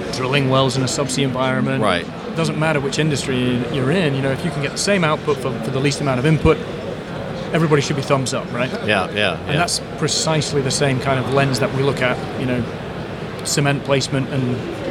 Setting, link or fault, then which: setting, busy venue